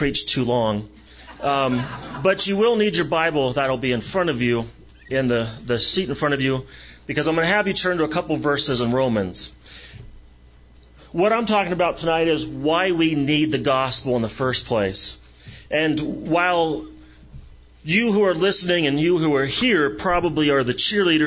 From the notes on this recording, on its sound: The podcast includes audio from the conference.